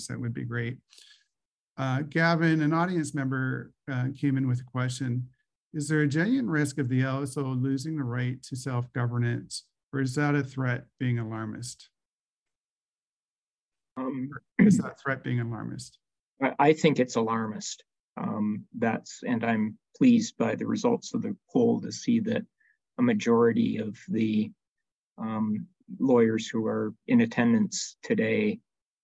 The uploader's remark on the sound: LSO Bencher Election Candidates Virtual Town Hall.